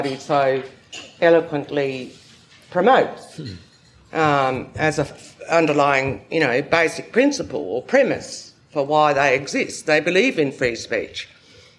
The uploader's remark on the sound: Recorded live at the National Press Club. We bring you the live recording of the ‘Australia and the World’ annual lecture.